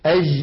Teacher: هنا اسمحوا لي أن أنبه على ما اعتدناه في عاميات كثيرة في الوطن العربي من نطق الجيم رخوة في بلاد الشام وفي بلاد المغرب · Term: جيم عامية